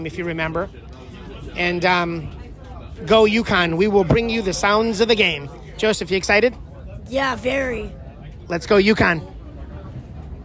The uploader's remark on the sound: We’re live, from The Mecca of basketball.